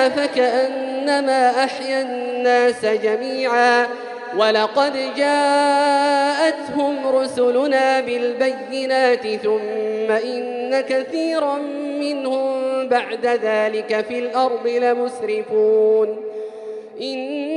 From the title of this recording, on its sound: 8th Ramadan 2020 Taraweeh Prayer in Masjid Al Haram, Makkah, Saudi Arabia